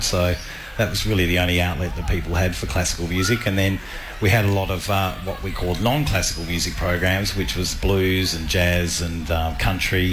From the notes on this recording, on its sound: RTR FM Neon Picnic. Live at the Neon Picnic in Hyde Park.